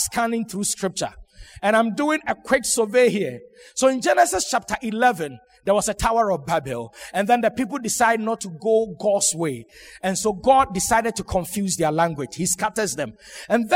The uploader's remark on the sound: Sermon preached at Shiashie Campus.